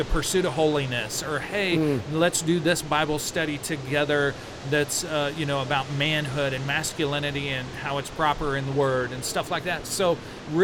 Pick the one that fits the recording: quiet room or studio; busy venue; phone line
busy venue